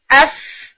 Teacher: اگر اب آپ فا کو دیکھیں تو آپ فا میں دیکھیں اوپر والے دو دانت اور نیچے والے لپ، اس کا تصادم ہوتا ہے